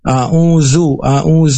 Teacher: huruf zai itu ujung lidah mendekati gusi atas dan sedikit ada desis. Nah, ini kalau terdengar seperti zai, a'uzu, a'uzu.